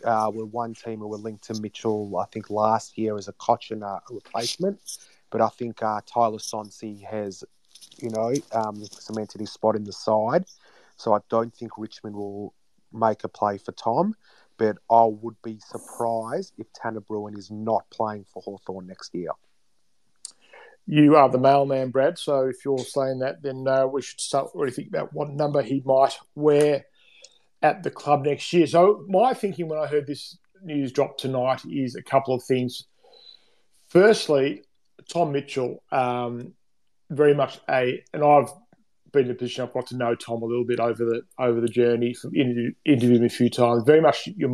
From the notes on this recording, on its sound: live on Twitter Spaces each week